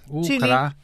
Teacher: U-kra-i-na. I najczęściej spotykany w języku polskim akcent to jest na drugą od końca, czyli na to i, bo ta samogłoska i jest tu przed ostatnią sylabą.